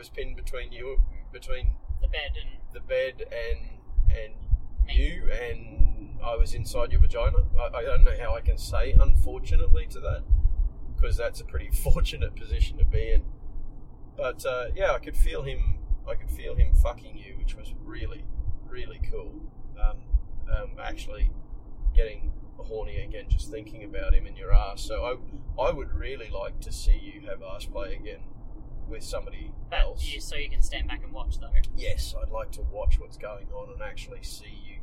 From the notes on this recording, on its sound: recorded in the car